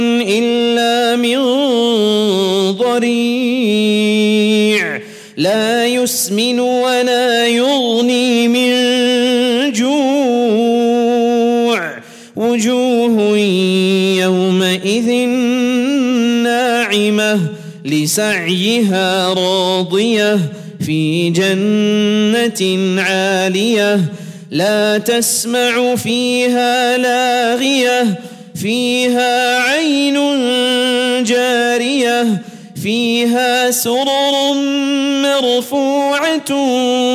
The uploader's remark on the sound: at The Houghton Masjid (West Street)